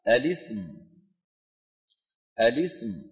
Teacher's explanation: طيب إذا اسم الهمزة همزة وصل، إذا دخلت عليها لام التعريف، ما هي لام التعريف ساكنة، واسم السين ساكنة، وهمزة الوصل في درج الكلام تسقط، فيلتقي ساكنان